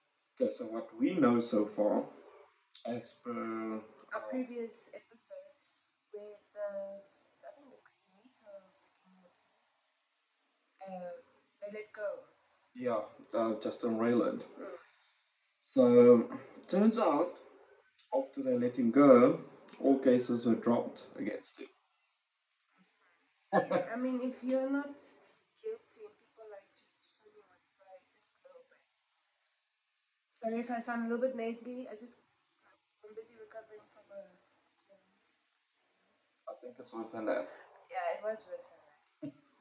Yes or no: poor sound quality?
yes